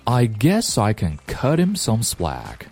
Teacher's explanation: some slack.好，来看今日打卡内容。I guess I can cut him some slack.好，注意 guess I 连读 cut him 这个 t 直接吞掉后面的 h，连 im